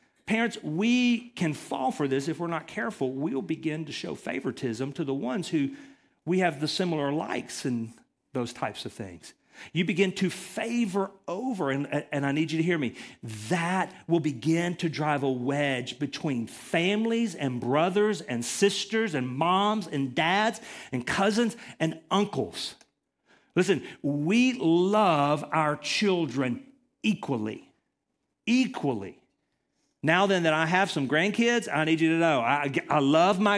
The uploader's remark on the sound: Recorded from the LifePoint Church Riverdale Campus in Murfreesboro, TN.